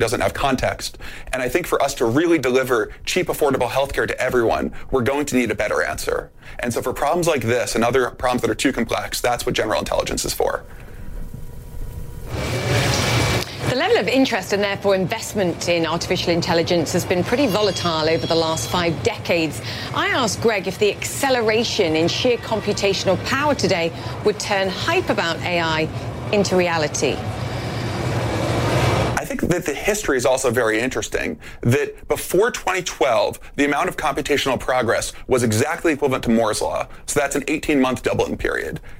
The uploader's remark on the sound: live from the New York Stock Exchange